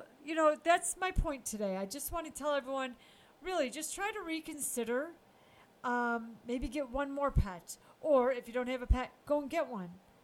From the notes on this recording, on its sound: sound may be low on this one - sorry about that